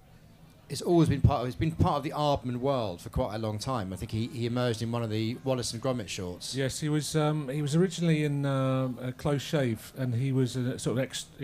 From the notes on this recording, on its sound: at the Apple Store, Regent Street in London